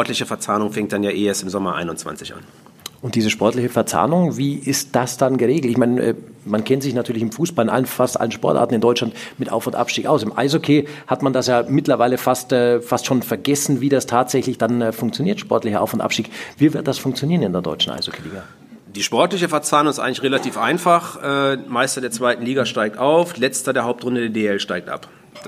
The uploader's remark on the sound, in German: LIVE von der SPOBIS20. Diesmal nach Düsseldorf - Die Eishockey Show live auf großer Bühne beim größten Sportbusiness-Kongress Europas.